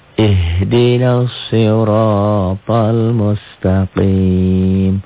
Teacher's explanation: Karena ini matobi-nya bertemu alif lam samsiah, jadi tidak dibaca panjang. Ihdina betul panjang, tapi kalau disambung jadi ihdinas, jadi pendek, jadi kosar.